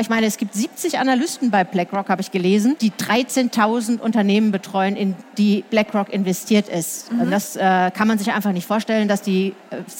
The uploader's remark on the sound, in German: Diesmal live auf der Karrieremesse herCAREER in München. Diesmal live auf der Karrieremesse herCAREER in München.